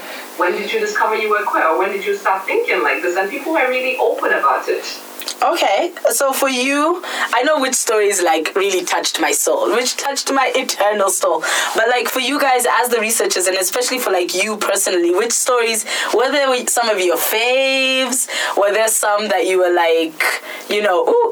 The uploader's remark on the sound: Warning: this podcast had ALL the technical issues, we shall get our Skype game right.